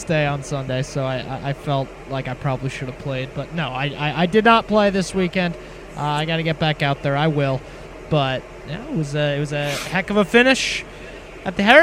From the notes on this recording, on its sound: LIVE from Terry Thompson Chevrolet!